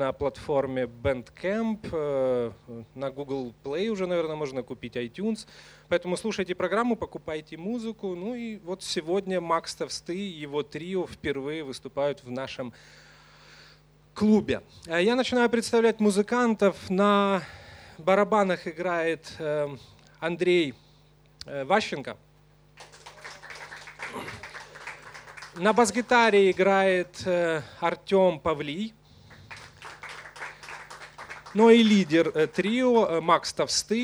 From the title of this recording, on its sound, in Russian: Концерт 54 в 32JazzClub